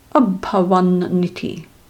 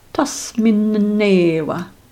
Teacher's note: when a final in or an meets a vowel, the halanta na doubles. So for example, abhawan iti, abhawan niti, tasmin ewa, tasmin newa.